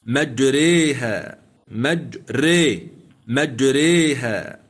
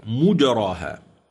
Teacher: ولكن السؤال بالنسبة لإمالة حفص، وافق حفص هؤلاء المميلين السابق ذكرهم حمزة والكسائي والعاشر والبصري في إمالة كلمة مجريها بسورة هود، ولم يمل حفص في القرآن الألف، أرجو أن ينتبه معي المستمع الكريم، لم يمل حفص في كتاب الله الألف التي بعد الراء إلا في هذه الكلمة · Shown in: first take · فقط، مجريها مجري مجريها. · Term: الإمالة